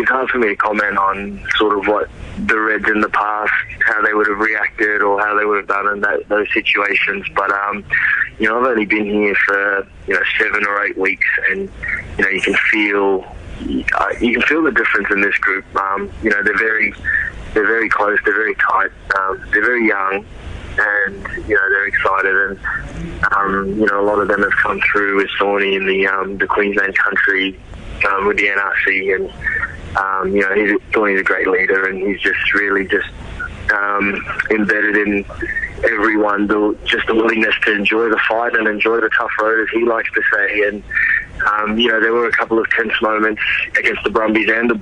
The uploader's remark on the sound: jumps on the phone from Argentina